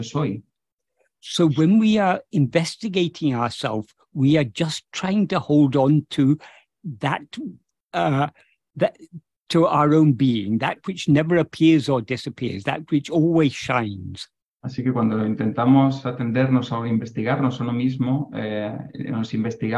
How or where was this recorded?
video call